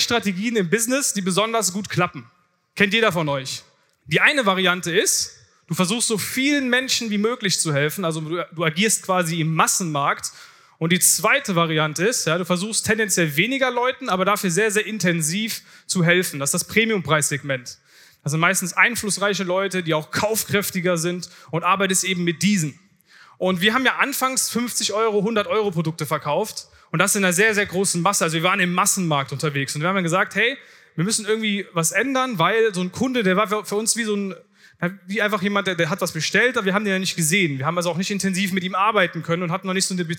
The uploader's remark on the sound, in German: Vortrag von der diesjährigen Founder Summit